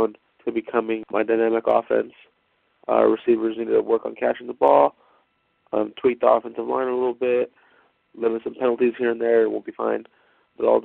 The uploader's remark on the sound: Segment #3: Raider Nation “Boneline” Call-in Segment.